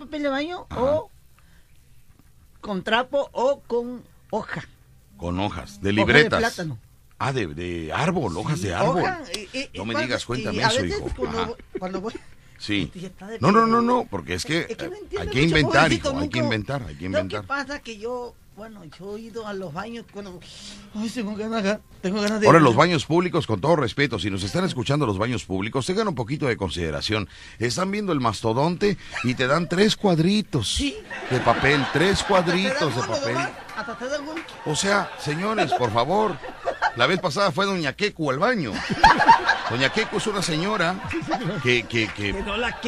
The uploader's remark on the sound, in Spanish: Con las llamadas de el publico. El Vacilón de La Fiera 94.1 FM.